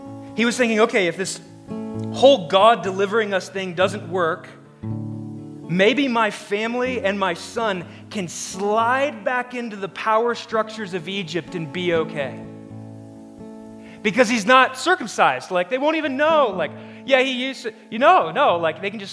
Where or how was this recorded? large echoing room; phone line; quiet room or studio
large echoing room